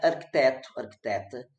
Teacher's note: Porque, historicamente, havia um C após aquele E, que era pronunciado, então, como é no espanhol, arquitecto, com a pronúncia do C. O português acabou por emudecer esse C, mas continua com a abertura da vogal. Isso é muito claro em arquiteto e arquiteta, porque justamente é a sílaba tônica da palavra.